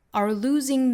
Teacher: 注意 S 读浊音的 Z